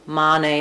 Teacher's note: And then the letter H is silent, although I've rewritten it here for you with the letters A-H, so you can think of that ah as a nice open ah sound. And the letter E at the end says A.